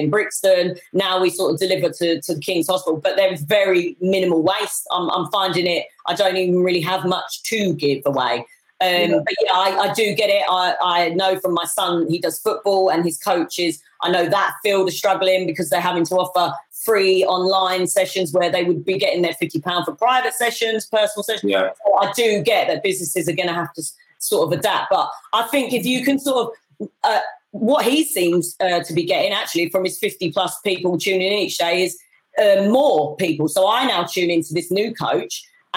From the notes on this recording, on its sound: instead she joined me for this live webinar